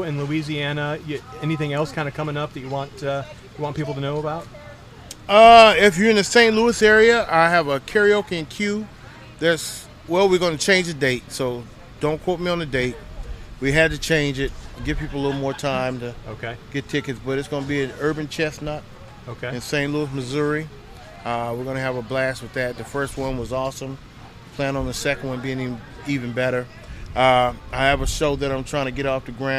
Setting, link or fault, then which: setting, busy venue